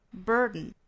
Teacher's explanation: 那这个词其实在美音里也叫做鼻腔爆破哈。我们注意前面有一个 r 的卷舌音。